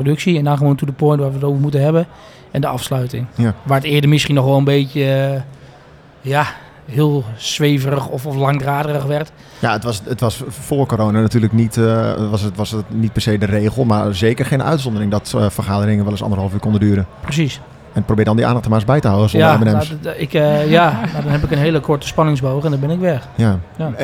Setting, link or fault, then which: setting, busy venue